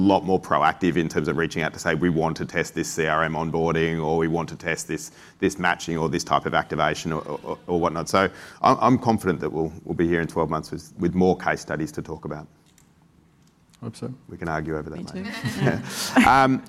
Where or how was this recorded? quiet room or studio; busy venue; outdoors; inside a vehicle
busy venue